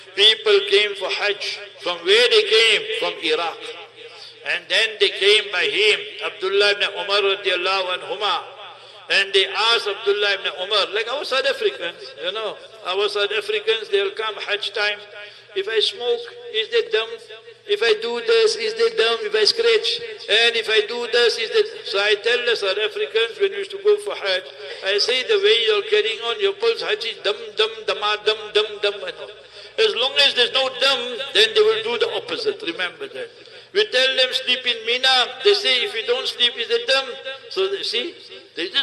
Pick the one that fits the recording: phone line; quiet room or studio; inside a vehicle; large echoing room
large echoing room